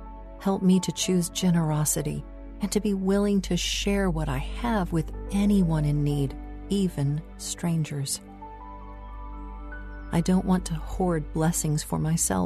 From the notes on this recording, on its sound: Relax to the sounds of a nature bird walk with mindful music.